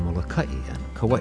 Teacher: The okina is the glottal stop in words such as Molokai and Kauai and should be pronounced or else the meaning of the word changes.